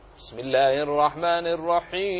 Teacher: أولا حكمه الجواز، بمعنى يجوز قصره ويجوز مده، ولكن الذي وردت به الرواية أن فيه 3 أوجه، فيه المد فيه القصر، وفيه المد المتوسط قدر 4 حركات، وفيه المد الطويل قدر 6 حركات.